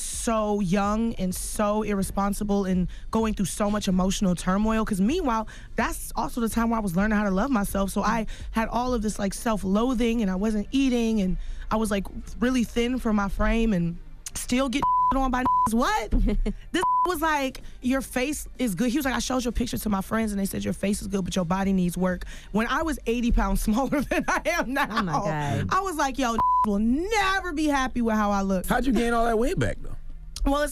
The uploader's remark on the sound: we opened up the phone lines to hear the listeners stories